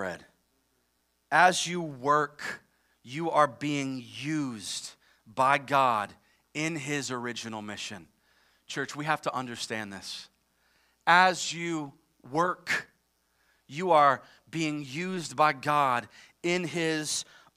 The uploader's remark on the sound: live from Covenant Church!